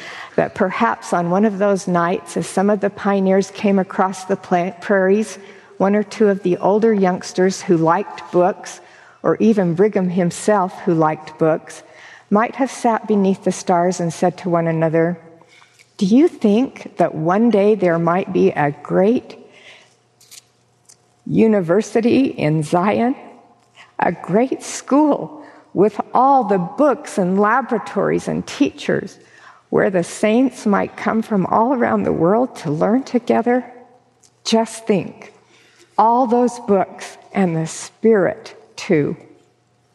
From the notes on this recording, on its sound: delivered this forum address on October 31, 2023